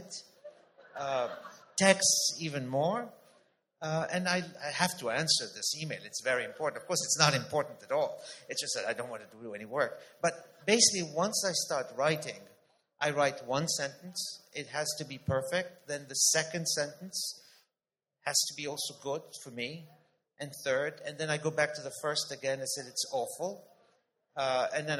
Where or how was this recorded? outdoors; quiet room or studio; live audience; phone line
live audience